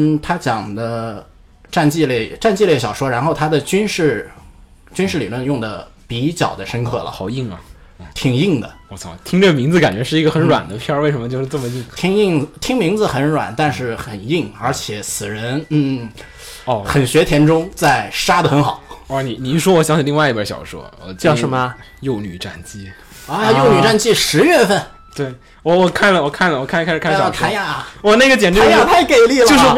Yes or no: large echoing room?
no